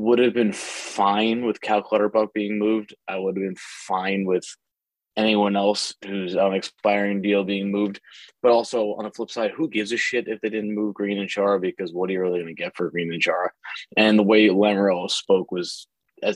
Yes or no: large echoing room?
no